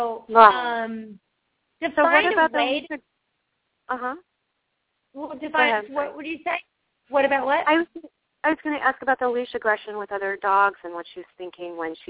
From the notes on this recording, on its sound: Open up the lines for listeners to call.